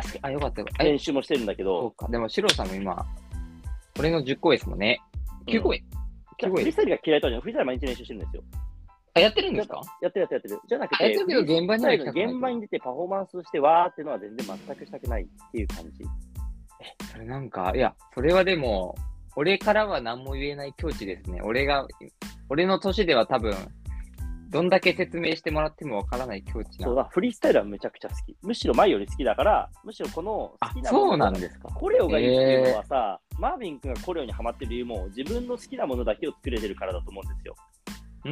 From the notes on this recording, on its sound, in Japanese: リモート収録